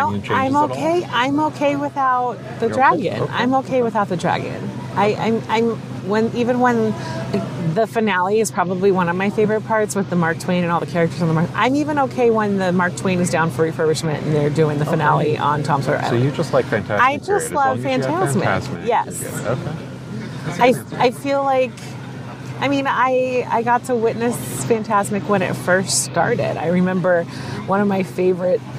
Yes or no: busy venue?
yes